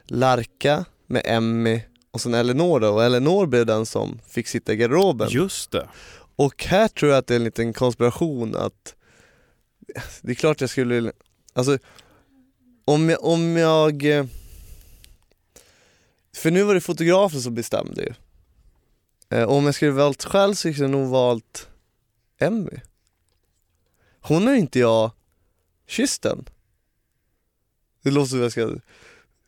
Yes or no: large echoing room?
no